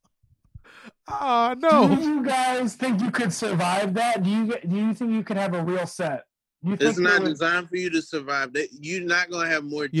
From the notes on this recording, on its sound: Call in from the G-league Bubble.